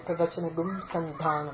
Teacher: The gum is an anuswara, not a visarga.